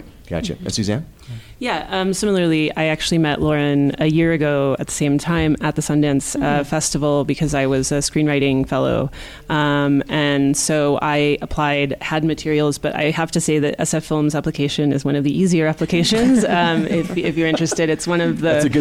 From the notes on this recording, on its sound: We thought we'd share a conversation we had back at the Sundance Film Festival with a few folks from SF Film.